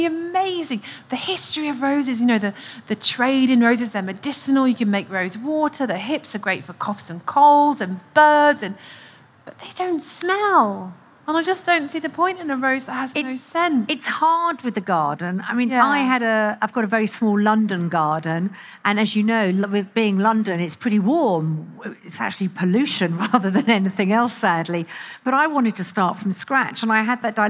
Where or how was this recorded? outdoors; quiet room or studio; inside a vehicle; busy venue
busy venue